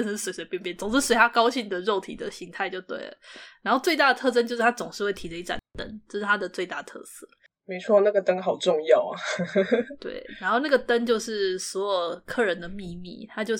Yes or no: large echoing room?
no